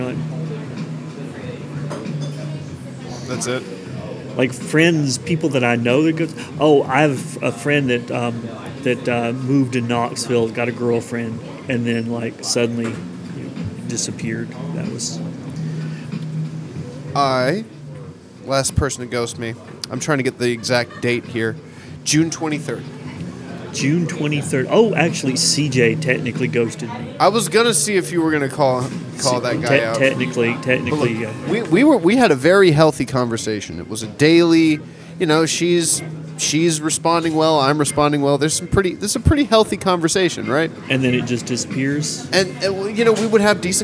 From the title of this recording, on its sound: Live at Starbucks